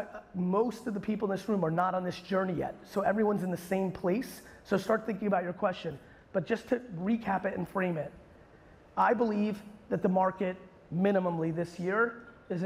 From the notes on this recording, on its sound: a recent keynote I gave in Naples, Florida at Hall of Aime